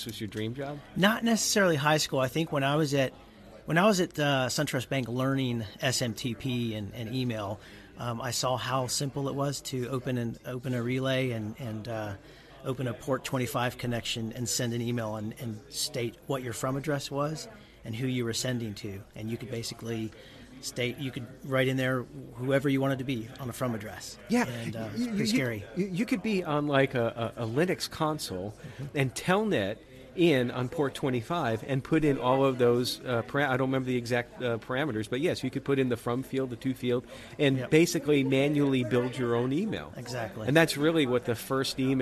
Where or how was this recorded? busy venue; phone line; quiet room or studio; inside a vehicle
busy venue